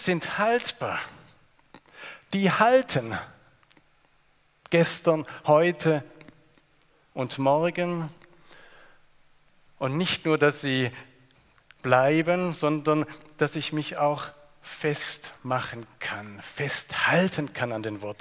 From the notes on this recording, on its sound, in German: Aus dem Gottesdienst der Liebenzeller Mission.